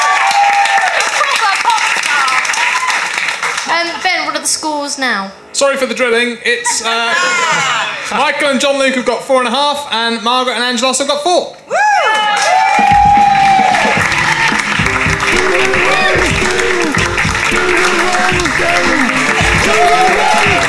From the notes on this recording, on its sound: Recorded at the Phoenix in June.